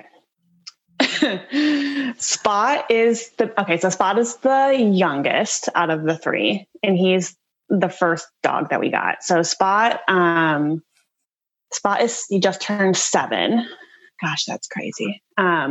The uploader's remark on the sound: We sit down (actually Zoom call cause rona still around).